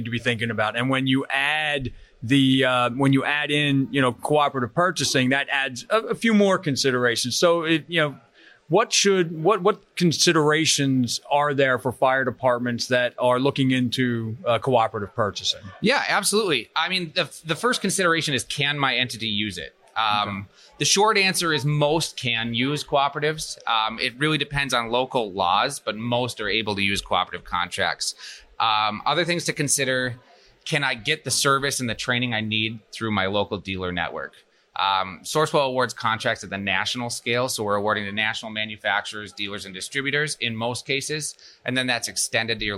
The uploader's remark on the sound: Live at FDIC